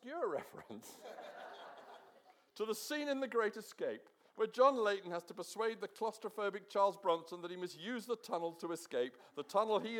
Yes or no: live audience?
yes